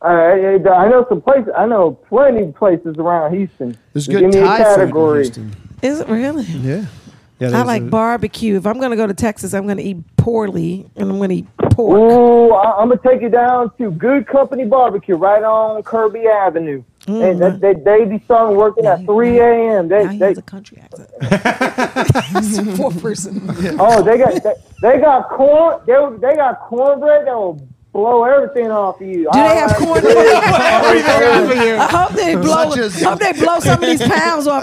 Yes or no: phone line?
yes